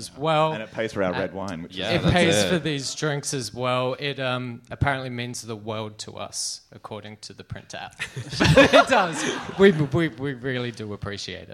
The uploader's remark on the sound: The Gays Are Revolting Live in Melbourne, again! In front of a sold-out crowd in Brunswick.